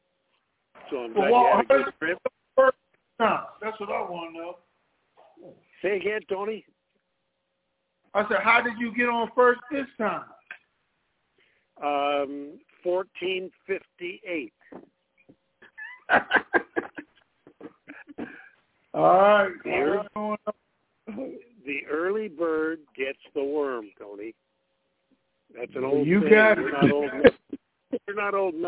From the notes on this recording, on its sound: TNTSuperfantastic Conference Call